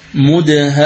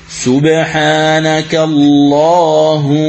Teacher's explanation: الميم المشددة بغنة مقدارها حركتين